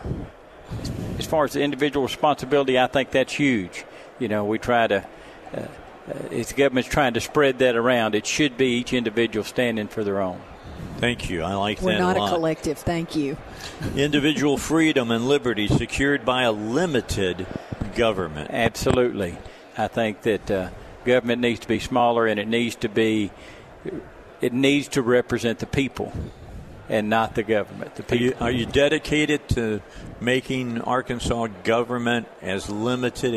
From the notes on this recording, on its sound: Live at the State Capitol for Filing Day